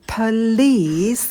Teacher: На звуке «л» язык идет наверх, на альвеолы. Этот звук вытягиваем. Please. И ударение у нас на втором слоге.